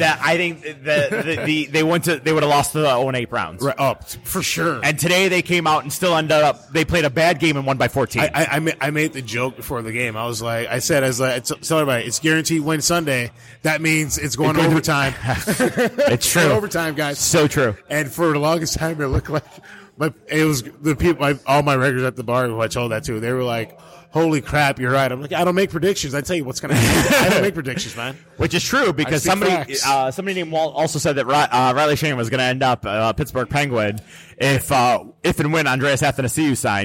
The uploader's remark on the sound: Live from Buffalo Wild Wings